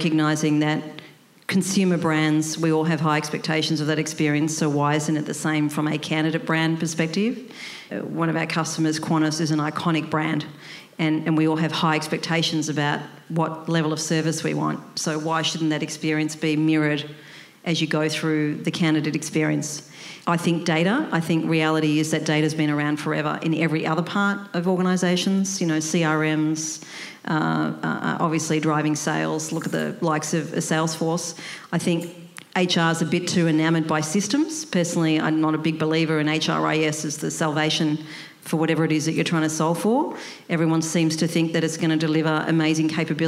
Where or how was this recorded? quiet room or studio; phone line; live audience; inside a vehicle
live audience